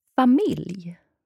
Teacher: Swedish J sound. At the end of the word. And it kind of almost is a syllable on its own